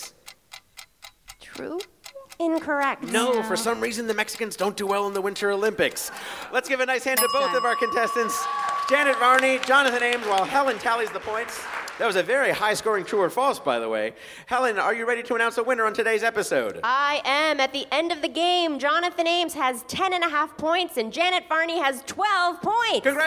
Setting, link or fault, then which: setting, busy venue